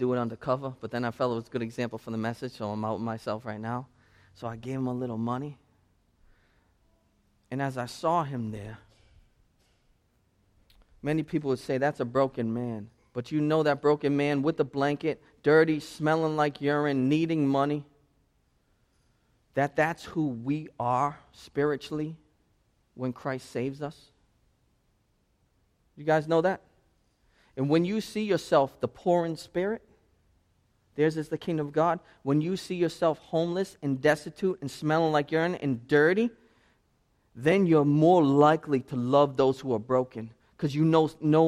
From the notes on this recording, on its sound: This sermon was preached at Restoration Road Church on November 6, 2016.